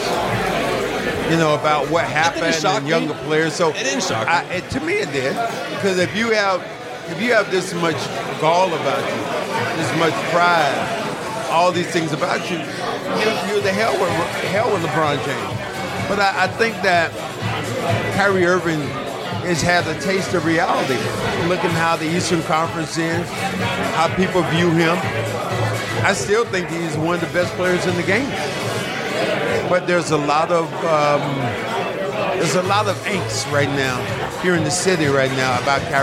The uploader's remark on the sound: BOSTON. Podcasting, on location, from The Stanley Cup Final.